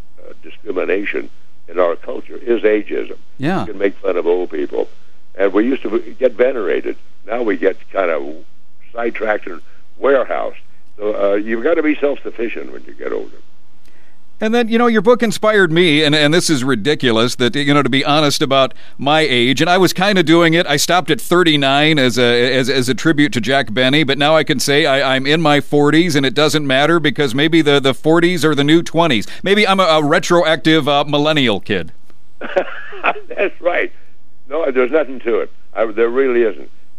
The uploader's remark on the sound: give me a call for a fun chat